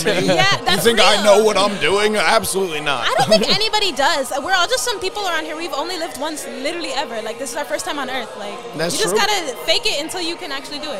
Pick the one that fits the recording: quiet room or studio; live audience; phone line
live audience